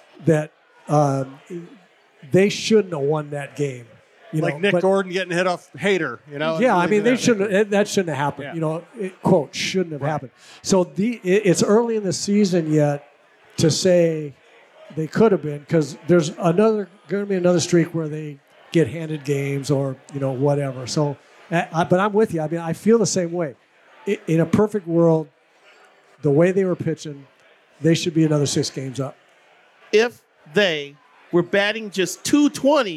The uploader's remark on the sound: Live from The Loon